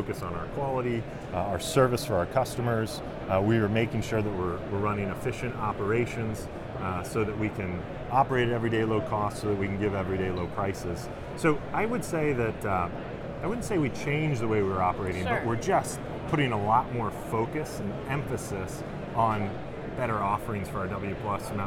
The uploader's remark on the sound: Live From NRF